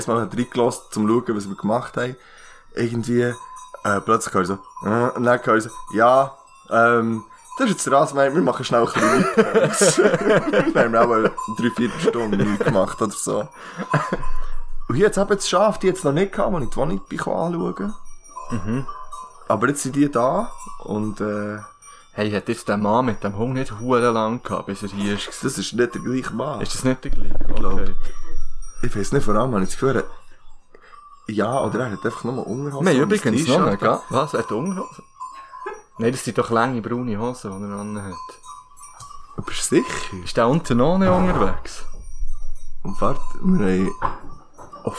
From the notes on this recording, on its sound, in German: Hintergrundgeräusche gibt es gratis dazu. Trotz spontanen Aufnahmebedingungen gibt es zwei neue Rubriken.